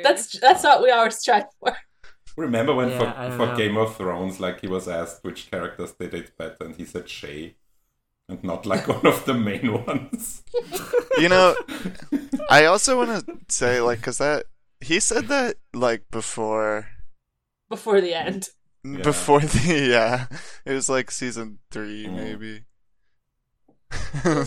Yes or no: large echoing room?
no